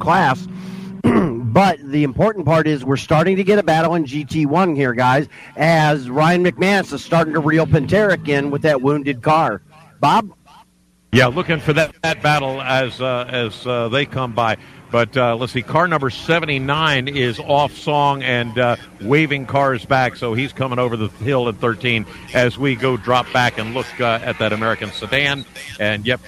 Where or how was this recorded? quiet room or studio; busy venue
busy venue